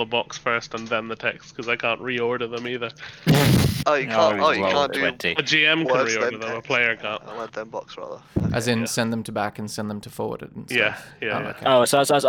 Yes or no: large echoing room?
no